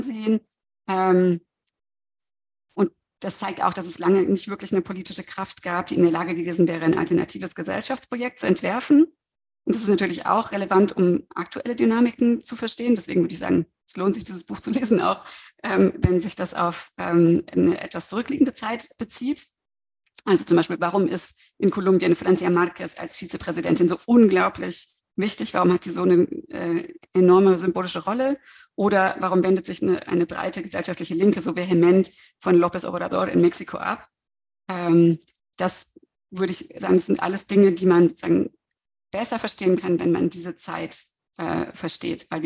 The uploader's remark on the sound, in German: Ein Mitschnitt der digitalen Jour fixe Reihe der Assoziation für kritische Gesellschaftsforschung (AkG)